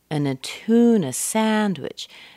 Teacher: We have the stress on two. Even the na is very short because that's a weak syllable.